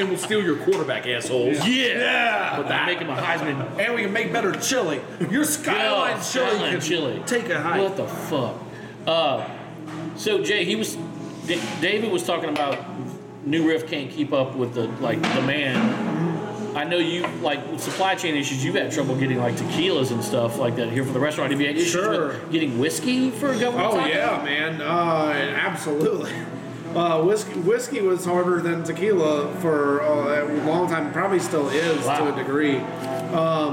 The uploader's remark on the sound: Bourbon Conversations At Gov't Taco.